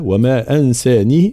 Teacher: يقرأها الإمام قالون بكسر الهاء